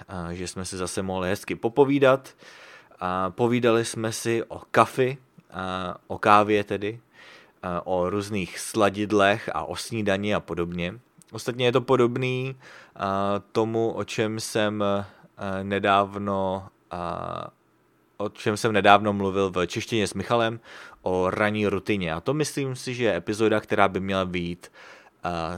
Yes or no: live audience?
no